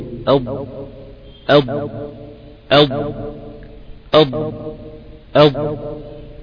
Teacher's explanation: سميت الضاد مستطلة او مستطيلة لاستطالة مخرجها حتى تتصل بمخرج اللام. · Term: الاستطالة